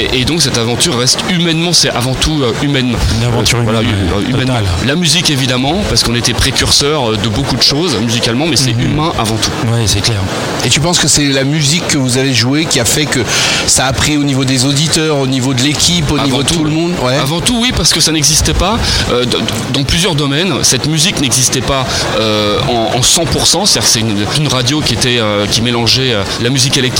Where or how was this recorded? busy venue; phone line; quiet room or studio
busy venue